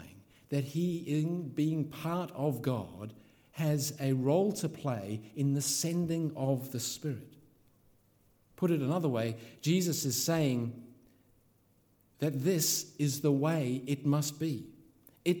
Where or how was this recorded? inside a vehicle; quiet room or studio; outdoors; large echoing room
large echoing room